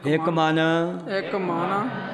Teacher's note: ਇੱਕ ਮਨ ਪੁਰਖ ਨਹੀਂ ਕਹਿਣਾ, ਇੱਕ ਮਨ 'ਤੇ ਵਿਸ਼ਰਾਮ ਕਰਨਾ